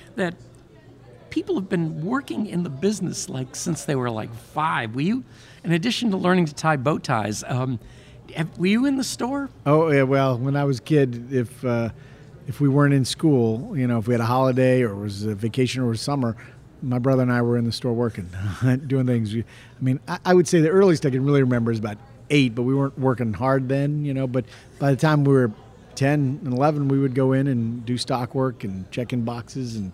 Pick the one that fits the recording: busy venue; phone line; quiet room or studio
busy venue